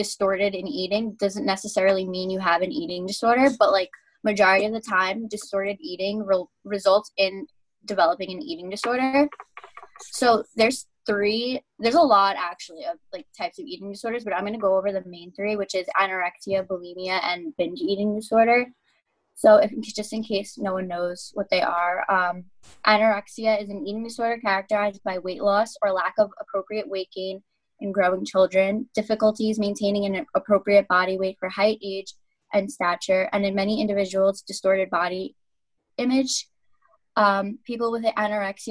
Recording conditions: video call